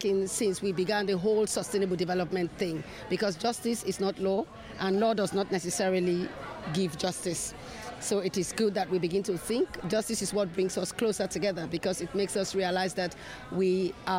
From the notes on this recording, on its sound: at UNGA's SDG - Sustainable Development Goals - media zone